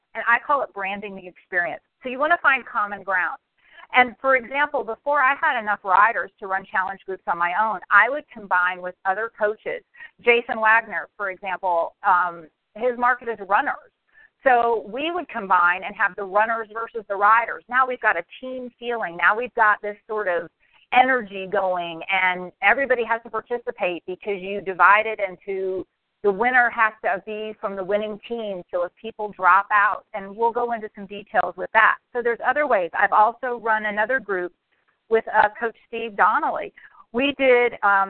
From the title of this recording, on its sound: Team Elite Conference Call